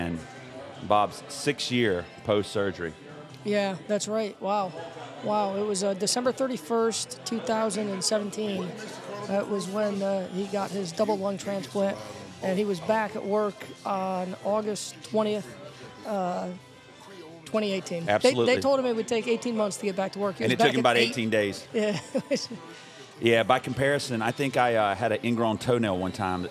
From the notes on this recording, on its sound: Gathered downtown Wilmington, NC between 3pm and 5pm at the Pour Tap Room on Front Street to have drinks, fellowship, and share stories about Bob.